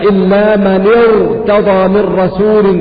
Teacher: وكذلك إلا من ارتضى من رسول في صورة الجن، فإن الراء مفخمة لأن أصل الكلمة إلا من ارتضى، فالنون أصلها السكون ولكنها حركت بالكسر للتخلص من التقاء الساكنين، إذا يشترط أن الكسرة تكون أصلية. فإذا كانت الكسرة عارضة فتكون الراء عندئذ حكمها التفخيم لأنها وقعت بعد كسرة عارضة